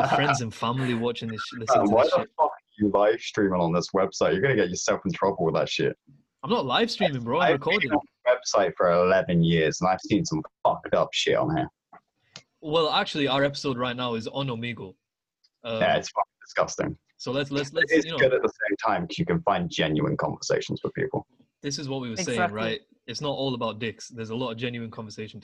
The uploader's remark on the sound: Recorded over Zoom. We talk to random strangers live during the podcast.